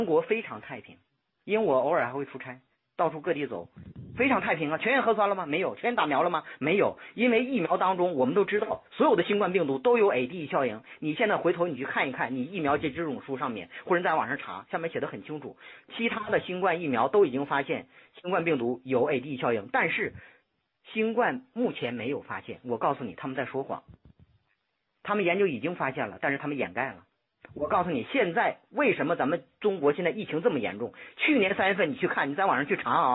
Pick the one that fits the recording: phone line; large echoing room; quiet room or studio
phone line